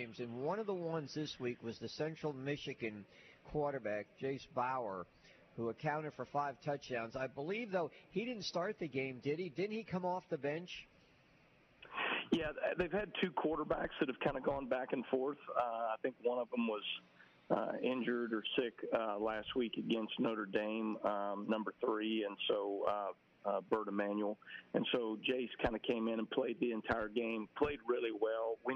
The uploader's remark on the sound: live from Wingfingers!